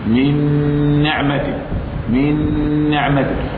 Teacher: الادغام، اللسان يعمل للنون في النون